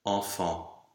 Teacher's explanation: A nasal, based on the dark A.